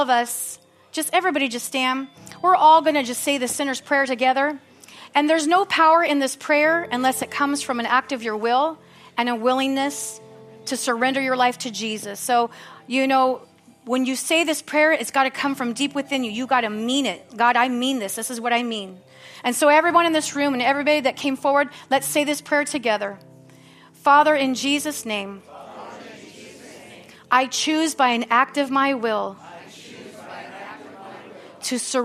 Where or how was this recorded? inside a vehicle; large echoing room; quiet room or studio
large echoing room